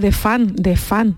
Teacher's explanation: si lo pensamos es que estamos perdiendo la S y modificando por completo la consonante que sigue · Term: perder la S